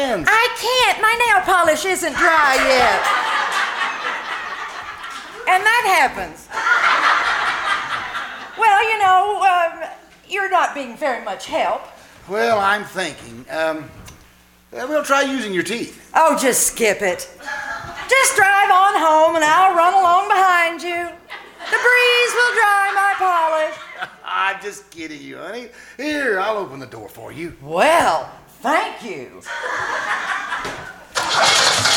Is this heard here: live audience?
yes